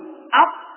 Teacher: مخرج الصاء، إذا أردت أن تعرف مخرج أي حرف تكنه وأسهل عليه همزة القطع، فإذا أردت أن تعرف مخرج الصاء قل أط وحاول أن تنظر أين لسانك حين النطق بهذا الحرف، تجد أن الطاء تخرج من طرف اللسان مع أصول الثنايا العليا